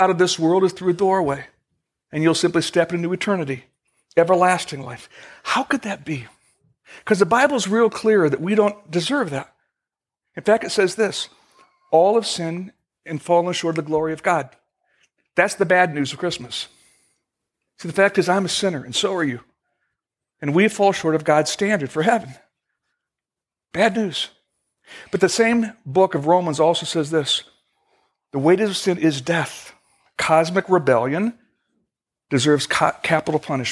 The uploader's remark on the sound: Originally recorded December 24, 2014, at Fellowship Missionary Church, Fort Wayne, IN.